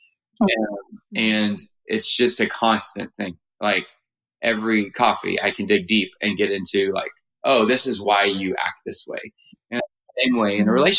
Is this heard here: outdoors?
no